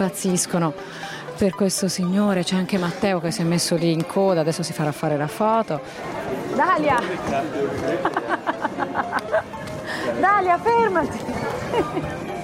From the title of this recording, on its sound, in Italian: Live dallo Space Center